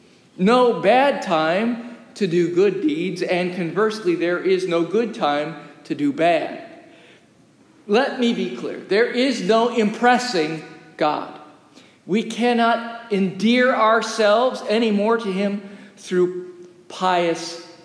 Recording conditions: large echoing room